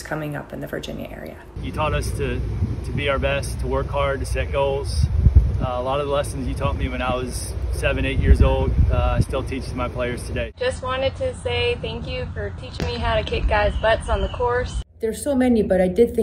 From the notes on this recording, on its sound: This week we have audio from this fall’s Virginia Golf Hall of Fame induction ceremony.